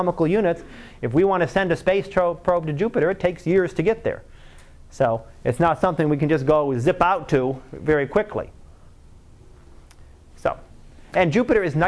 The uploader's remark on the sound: Live Class Lecture